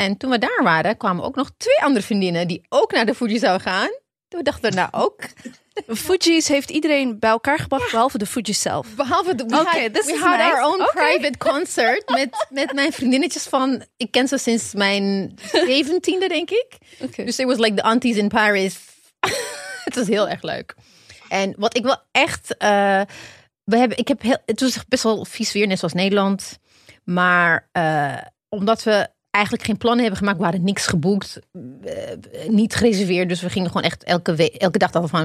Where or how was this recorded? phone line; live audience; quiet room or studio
quiet room or studio